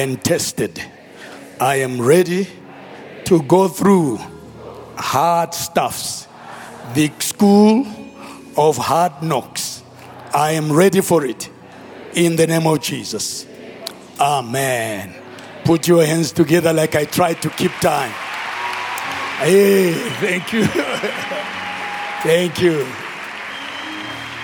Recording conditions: live audience